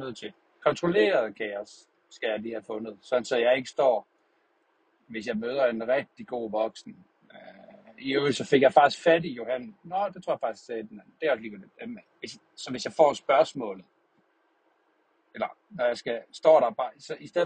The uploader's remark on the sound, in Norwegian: Kaos tanker i bilen (dårlig lyd)